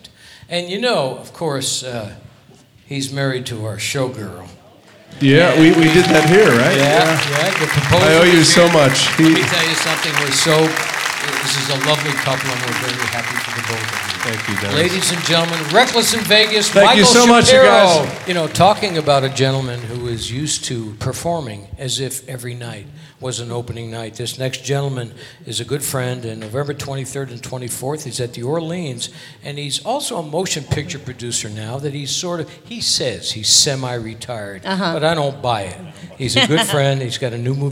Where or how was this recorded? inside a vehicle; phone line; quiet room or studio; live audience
live audience